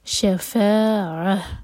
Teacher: stretch کرنے کے بعد عین کلیئر آئے